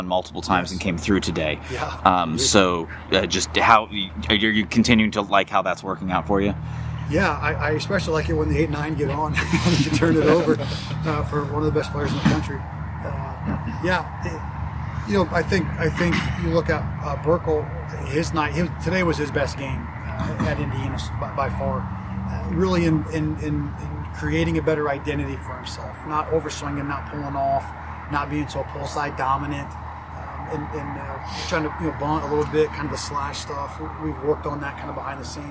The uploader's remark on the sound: Met with the media following the Hoosiers' 12-6 win over the RedHawks.